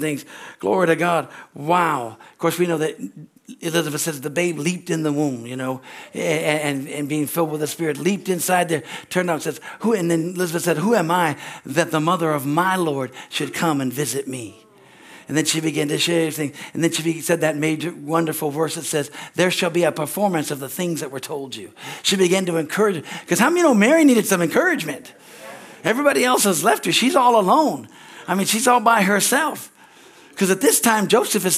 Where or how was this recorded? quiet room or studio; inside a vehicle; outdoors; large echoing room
large echoing room